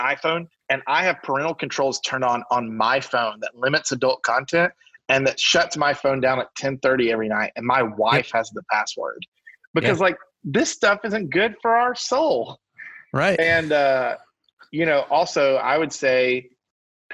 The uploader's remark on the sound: via Zoom